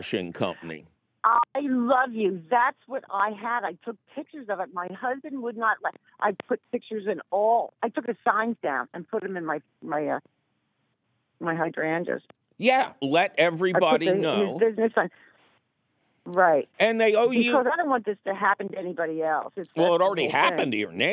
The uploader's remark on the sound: your digging phone calls!